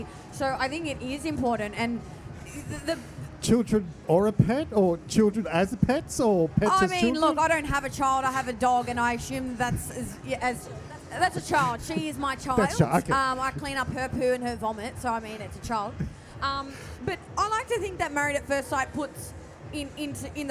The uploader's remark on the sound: Live From Love X